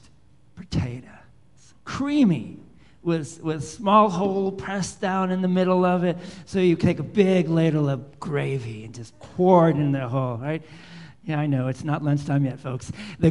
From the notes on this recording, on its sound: Live Worship Service